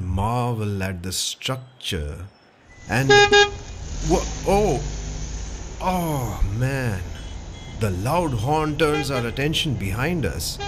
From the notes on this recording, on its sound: On this sound journey through the roads, streets, bylanes of South Mumbai. You and I will visit some prominent buildings, landmarks and food joints with actual ambient sounds and noises. Watch your step as we cross streets and avoid traffic as we go about on this storytelling tour around the Flora fountain & Hutatma Chowk in the Fort area of South Mumbai.